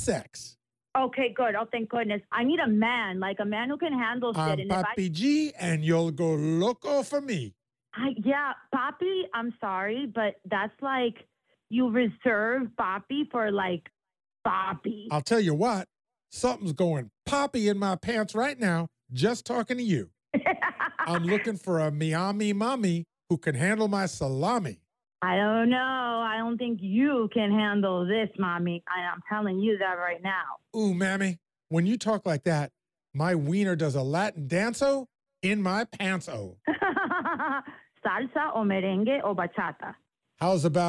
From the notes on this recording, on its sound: New Miami Phony Phone Call